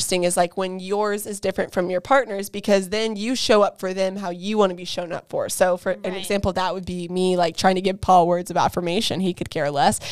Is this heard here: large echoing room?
no